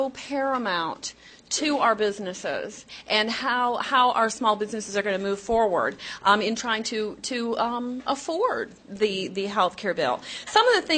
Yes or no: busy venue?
yes